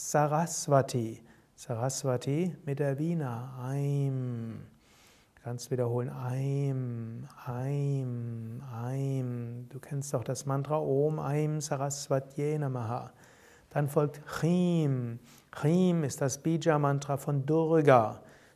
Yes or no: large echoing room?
yes